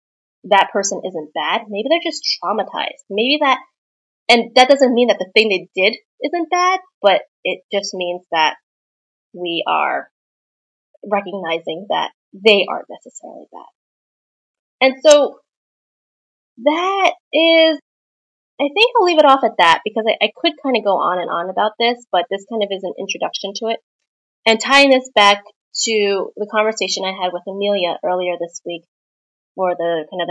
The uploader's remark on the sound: My apologies for the audio quality in this episode. I forgot to plug in my microphone and was using my computer.